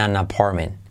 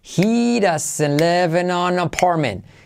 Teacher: al unirlo, la D de doesn't se convierte en una R suave